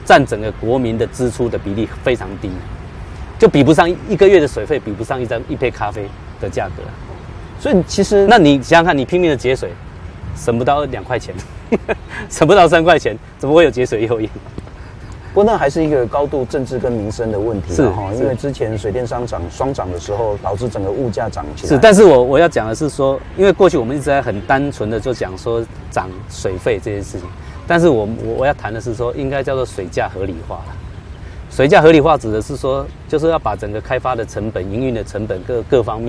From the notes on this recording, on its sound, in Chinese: 雲林古坑乾旱現場